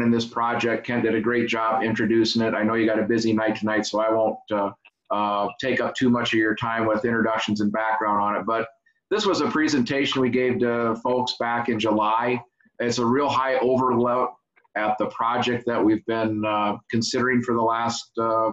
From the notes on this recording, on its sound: Zoom meeting.